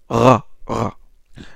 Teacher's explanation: le, Ra, c'est le R grasseyé seulement, il faut éviter de le vibrer. Il ne faut pas le vibrer.